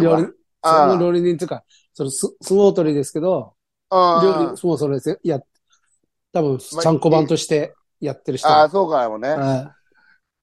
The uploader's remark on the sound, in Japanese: ZOOMで収録